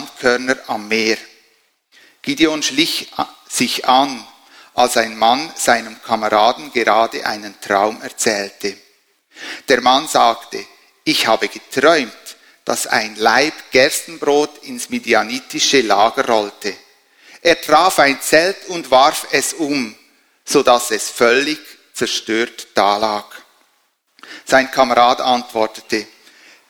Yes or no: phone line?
no